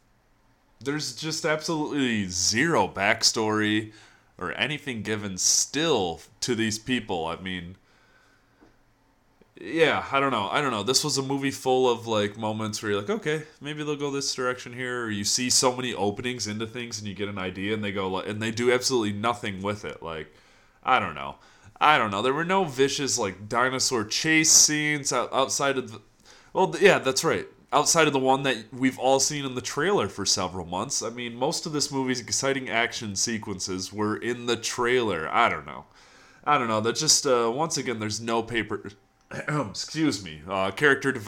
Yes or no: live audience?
no